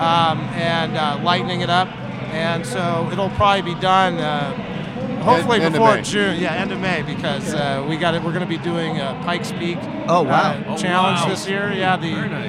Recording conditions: busy venue